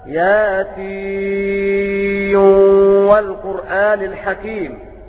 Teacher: بإدغام النون في الواو